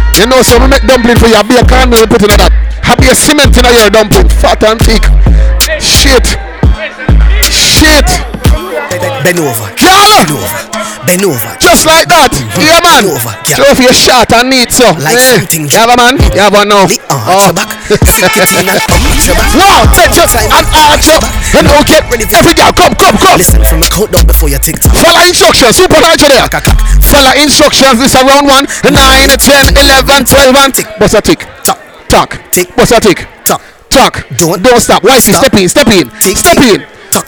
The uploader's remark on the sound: live at the legendary freaky fridays